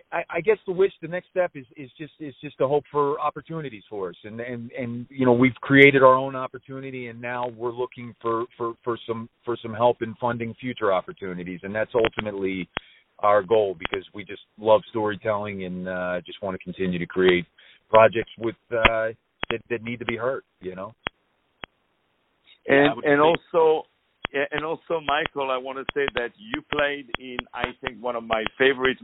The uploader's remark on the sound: On the phone